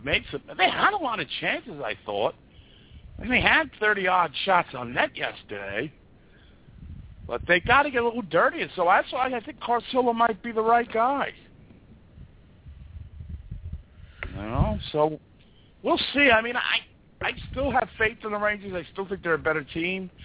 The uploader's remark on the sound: The one true voice of the New York Rangers fan, we take your calls and there is a live chat throughout the show.